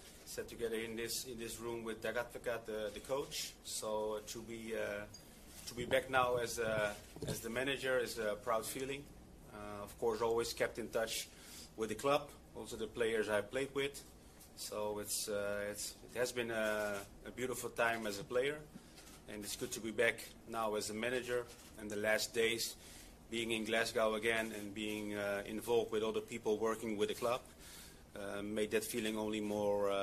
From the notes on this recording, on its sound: Live From GVB Unveiling. Highlights from the press conference.